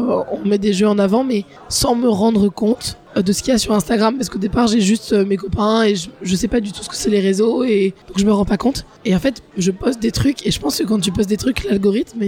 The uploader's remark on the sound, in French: lors du Festival International des Jeux de Cannes 2023